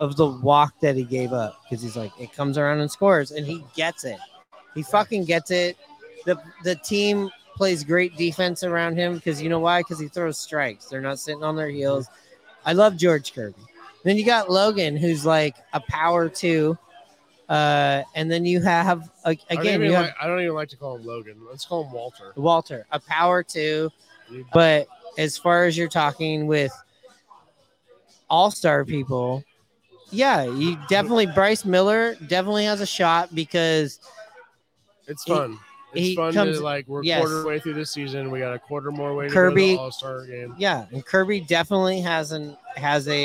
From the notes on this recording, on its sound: Live from Hooverville Bar!